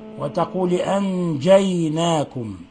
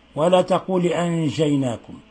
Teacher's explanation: فالصحيح ينبغي أن تعطش الجيم · Shown in: first take